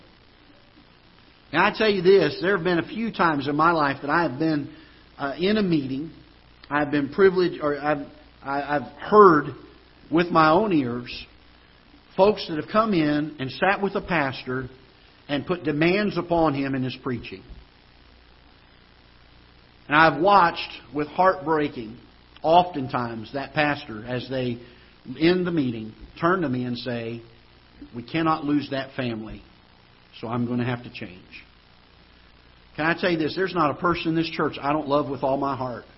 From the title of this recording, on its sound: Ketha Heights Baptist Church ~ Live Broadcast